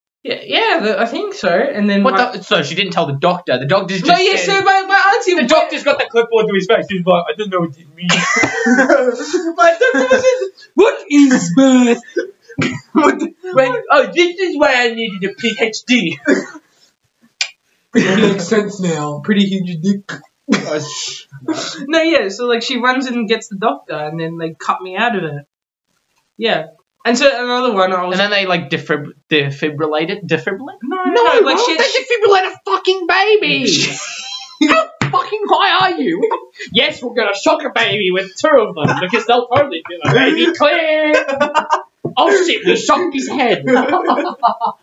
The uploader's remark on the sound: keep in mind we will have a much better mic next episode